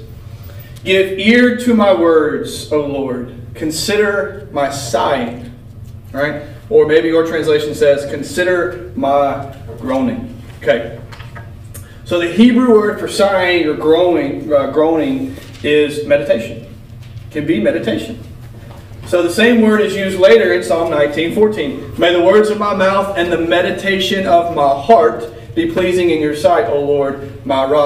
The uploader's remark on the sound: This is a recording of the lesson for the youth at Wellford Church.